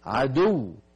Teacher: لكن الواو مدغمة في الواو بعدها، ليست واو مادية. الواو المادية لا تكون مدغمة في الواو بعدها. · Term: واو مشددة